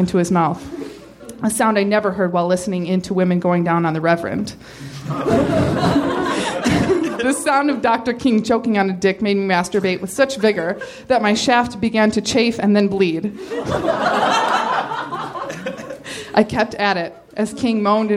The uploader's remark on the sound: Recorded May 20, 2014 at Nerdmelt Showroom in Los Angeles.